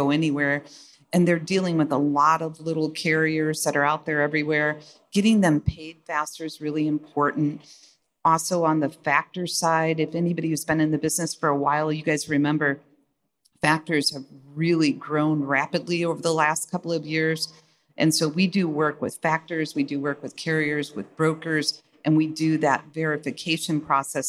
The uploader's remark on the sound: in this fireside chat on day 2 of F3